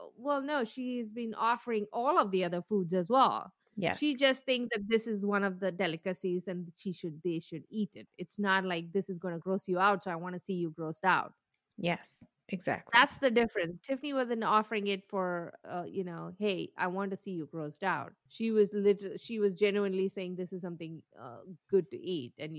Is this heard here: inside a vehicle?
no